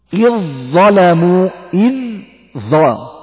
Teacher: أبدلنا الذال إلى ظاء ثم أدغمناها في الظاء التي بعدها، إظ، ولو أنهم إذ ظلموا، إذ ظلمتم، يبقى حكم المتجانسين الإدغام إذا سكن الحرف الأول.